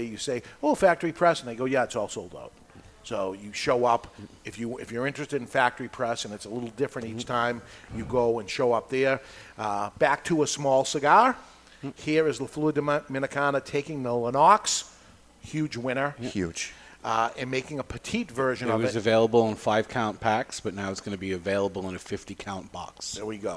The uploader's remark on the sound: Live from Two Guys Smoke Shop in Salem, NH.